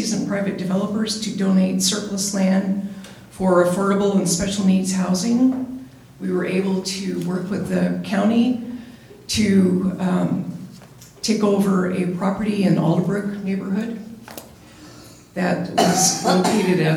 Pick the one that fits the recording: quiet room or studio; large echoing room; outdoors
large echoing room